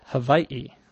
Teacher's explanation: In the island itself, the people who live there call it Hawaii, where the W becomes like a V.